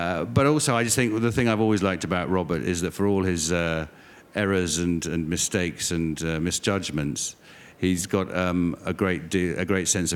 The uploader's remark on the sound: at the Apple Store, Covent Garden in London